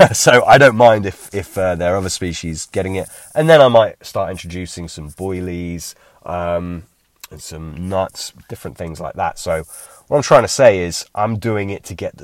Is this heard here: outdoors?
yes